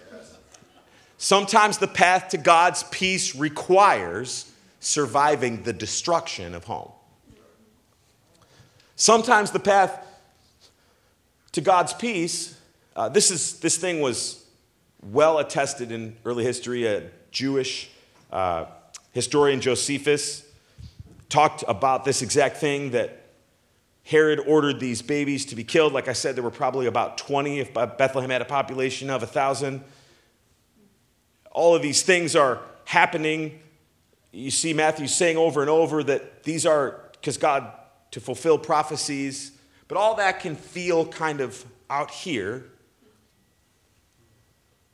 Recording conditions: large echoing room